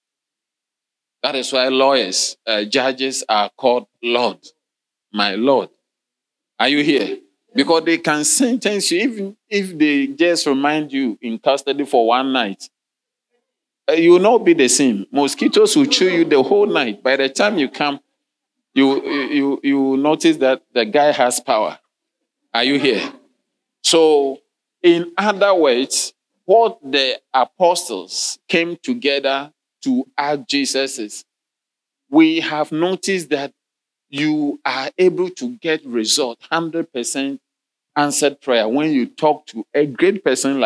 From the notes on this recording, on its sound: Sermon delivered on Sunday, November 26, 2023, at LCI Mega-Church in Cape Town, South Africa.